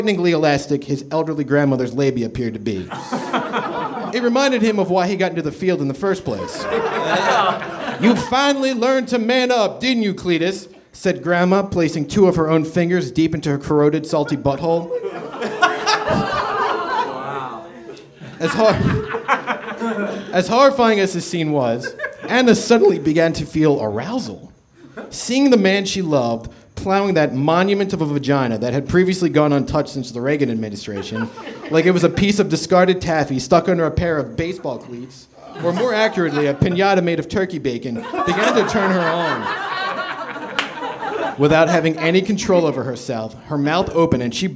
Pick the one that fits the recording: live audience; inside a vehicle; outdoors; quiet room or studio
live audience